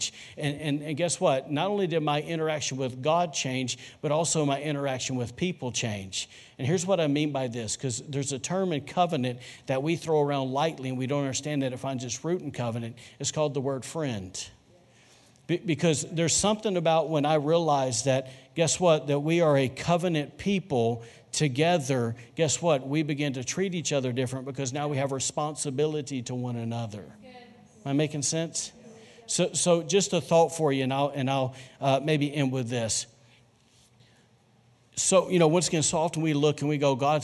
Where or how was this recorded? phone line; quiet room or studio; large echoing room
large echoing room